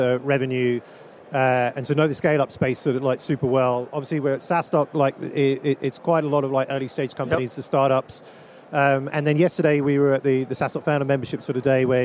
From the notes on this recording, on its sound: live from the #SaaStock2023 Podcast Stage